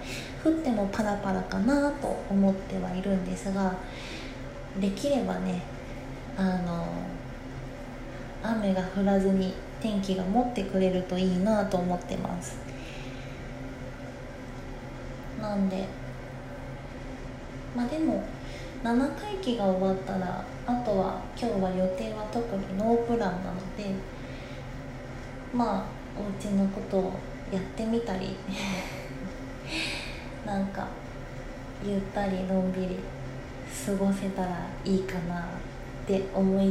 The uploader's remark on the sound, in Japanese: お風呂から収録したので換気扇の音がうるさかったらごめんなさい